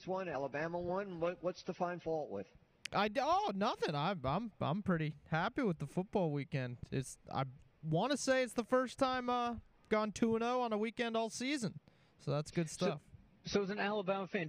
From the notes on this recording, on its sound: LIVE at Baumhower's Victory Grill